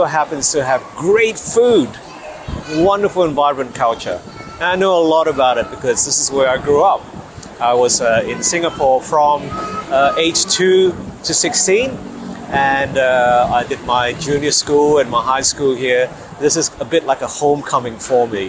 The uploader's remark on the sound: World Congress of Dermatology 2023. This episode of Spot Diagnosis was recorded live at the World Congress of Dermatology in July 2023.